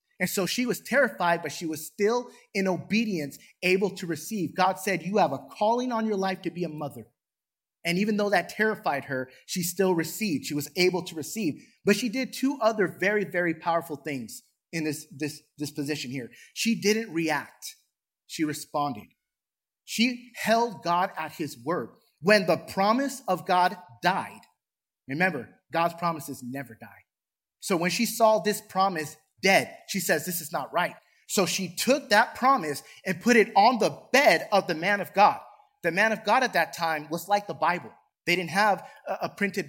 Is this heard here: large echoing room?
yes